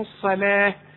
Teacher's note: الصلاة فخم قوي الصاد واللام رققها والواو عليها الف علشان تحولها لي الى الف.